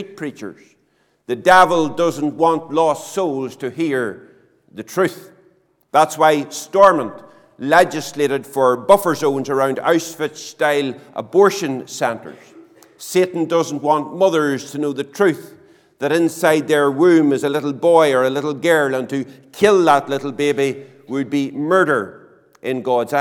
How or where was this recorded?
large echoing room